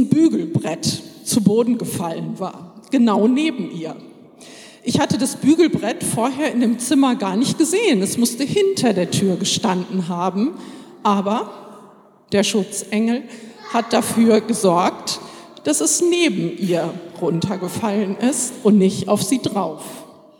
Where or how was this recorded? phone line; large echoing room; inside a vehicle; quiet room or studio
large echoing room